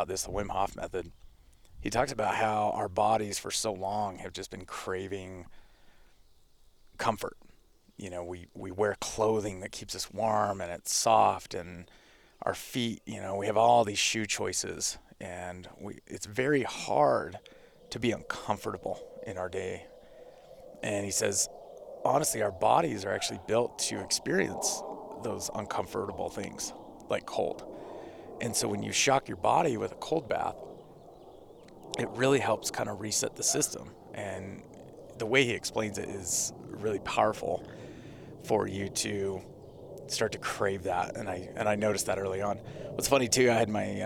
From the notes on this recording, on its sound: In this episode I record it while sitting in my ice bath in my backyard.